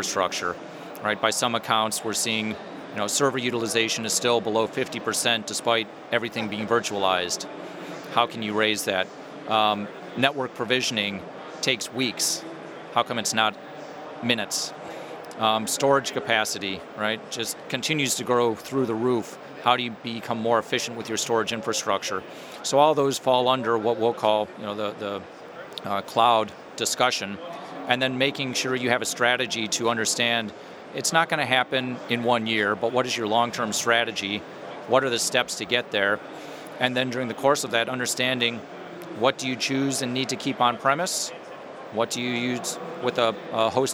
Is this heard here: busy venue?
yes